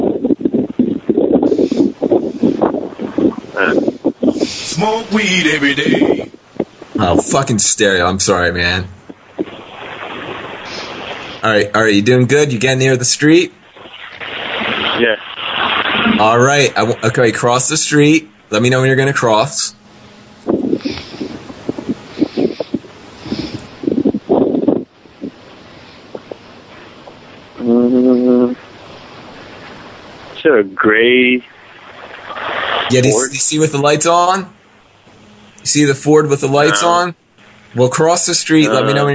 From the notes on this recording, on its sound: RBCP's Personal Prank Phone Calls Collection